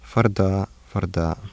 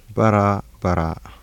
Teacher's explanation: Central approximant becomes alveolar flap between two vowels.